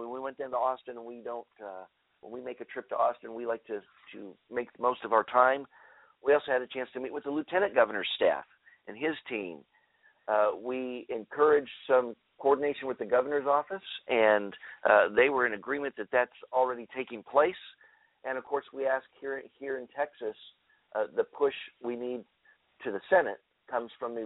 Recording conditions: phone line